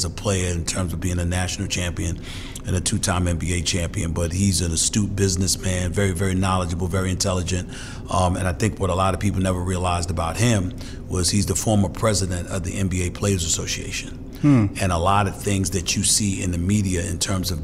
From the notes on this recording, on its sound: Live from the Pump Brothers Foundation Charity Gala